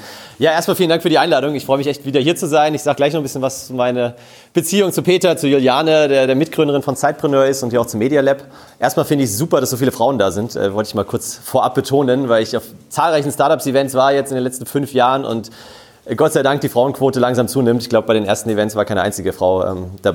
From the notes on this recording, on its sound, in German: In dieser Episode hörst du den Mitschnitt der Keynote. Auf dem letzten Sidepreneur Meetup in München.